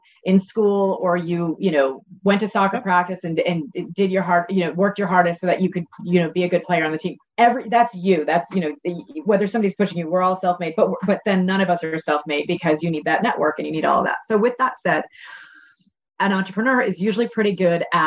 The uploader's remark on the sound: A virtual fireside chat.